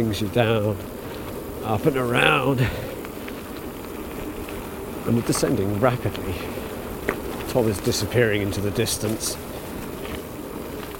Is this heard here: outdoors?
yes